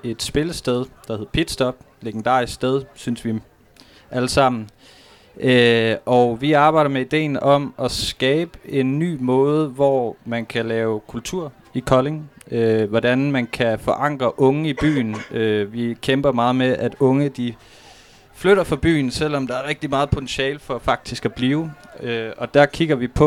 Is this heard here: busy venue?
yes